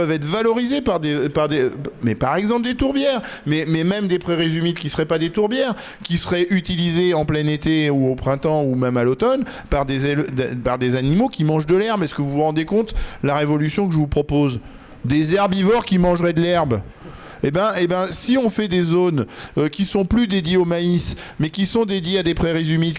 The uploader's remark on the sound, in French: Vous pouvez écouter ici des larges extraits de la table ronde qui s'est tenue le 20 octobre 2023 à Tulle